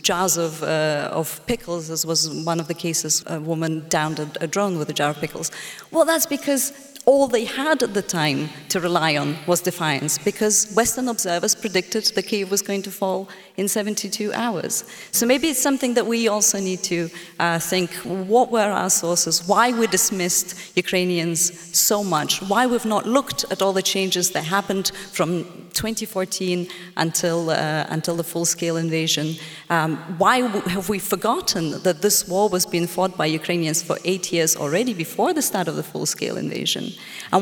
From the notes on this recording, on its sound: In part one of this live event. Is part of Intelligence Squared’s live debate partnership with the Southbank Centre.